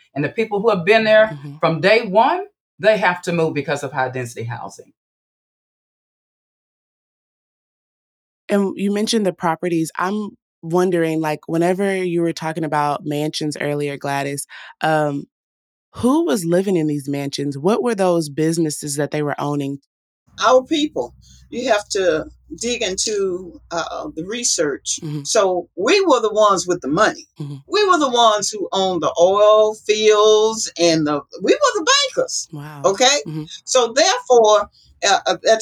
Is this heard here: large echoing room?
no